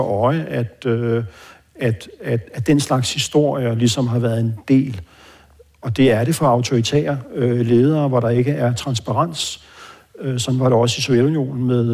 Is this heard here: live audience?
yes